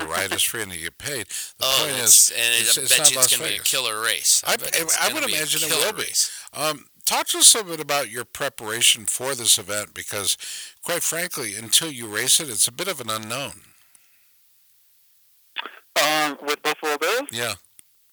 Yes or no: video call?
no